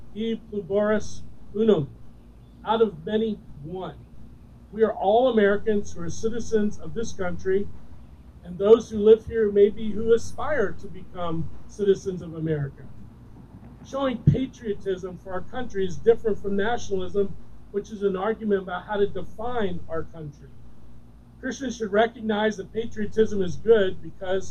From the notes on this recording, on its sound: Recorded During an Outdoor Service